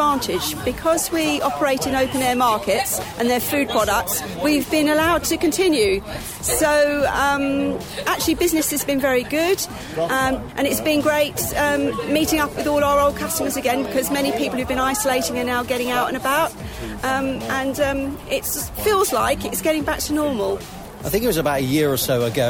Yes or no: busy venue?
yes